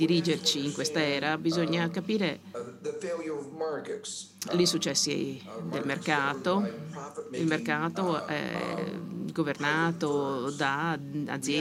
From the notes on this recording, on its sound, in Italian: Al Festival dell’Economia di Trento 2021